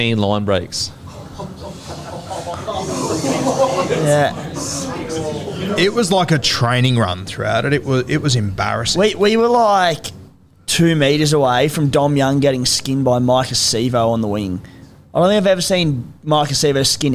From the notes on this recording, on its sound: infront of our live audience